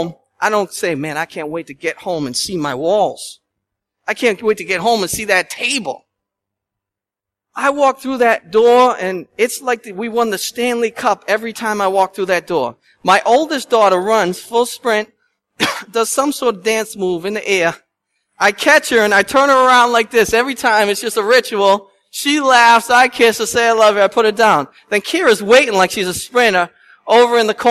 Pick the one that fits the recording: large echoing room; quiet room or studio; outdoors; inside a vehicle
large echoing room